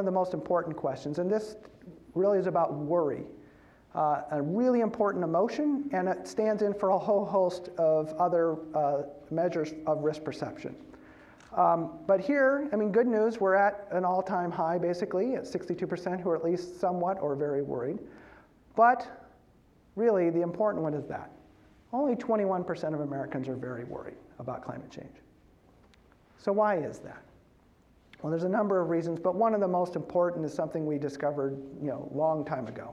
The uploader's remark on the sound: As part of the University of Washington Graduate School program BUNK: The Information Series on October 30 at UW’s Kane Hall.